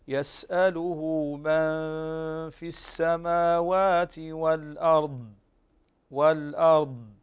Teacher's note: فنقف على الضاد بهذه الصفة مستطيلة وكذلك مفخمة، ففاء إطباق واستطالة وتفخيم · Term: الاستطالة